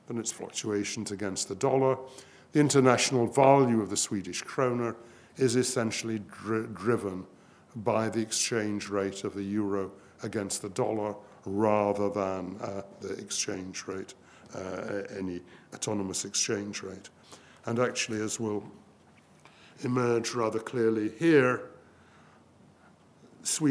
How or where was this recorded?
live audience